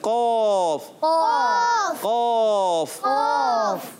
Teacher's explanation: बगैर होंठ गोल के पढ़े मोटा करके